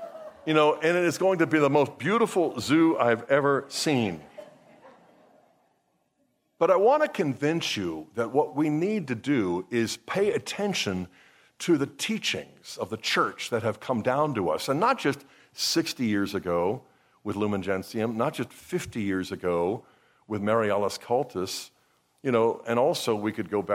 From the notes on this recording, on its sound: was given at the 17th Magnificat International Leaders Conference in Pittsburgh, PA, on October 7, 2023.